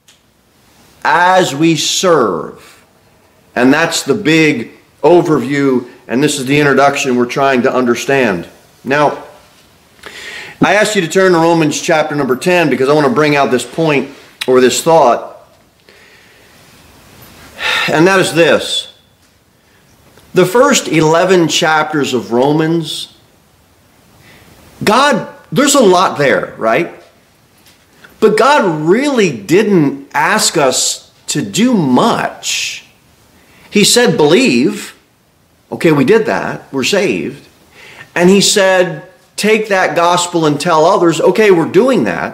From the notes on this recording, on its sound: Sermon delivered at Pilgrim Baptist Church on Sunday, January 21, 2024